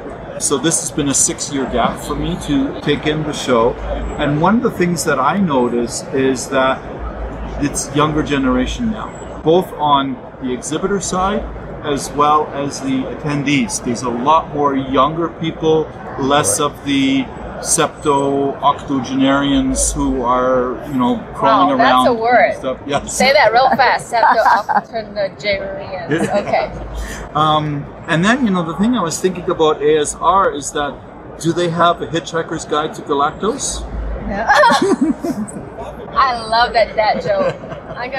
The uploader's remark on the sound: Interviews he recorded live from the show floor. IBIE Trends Roundtable.